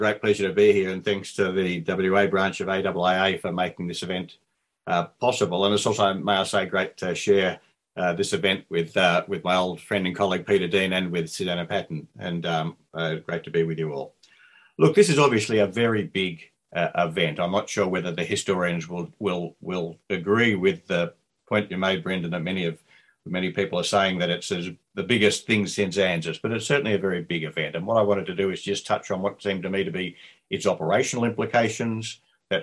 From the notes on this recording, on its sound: During this Webinar. Our distinguished panel share their views.